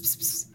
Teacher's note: this sort of plosive followed by a sibilant